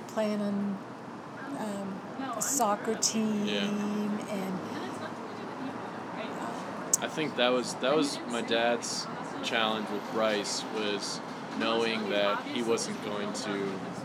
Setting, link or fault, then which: fault, sounds in the background